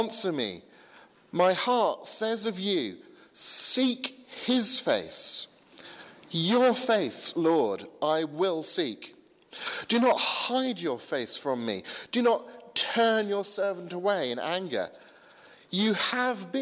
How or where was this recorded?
large echoing room